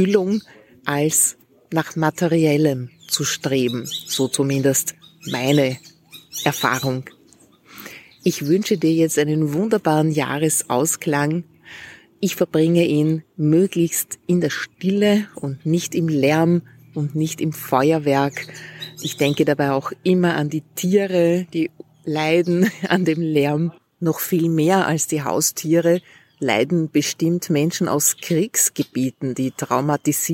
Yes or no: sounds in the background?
yes